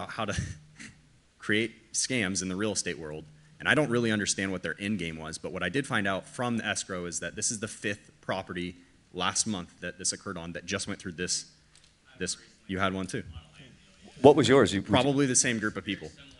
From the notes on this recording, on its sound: Full panel discussion from the KFAI 2023 event.